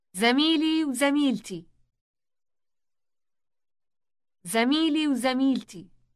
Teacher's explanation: the word for and is represented by a W sound merged with the following word.